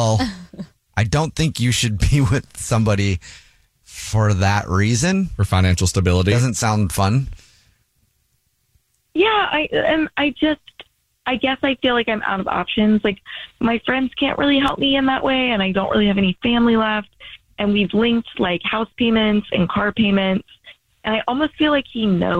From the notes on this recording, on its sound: We have a listener on the phone. Listen to see how the room reacts.